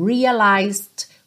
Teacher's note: E você quase não ouve o D, porque ela já está indo para o quickly.